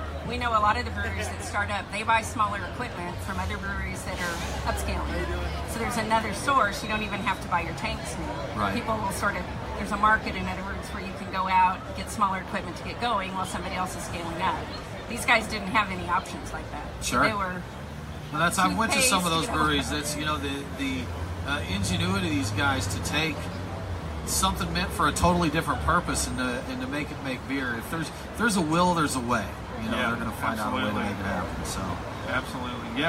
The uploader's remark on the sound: Sit down with us at the 2018 Roswell Beer Festival.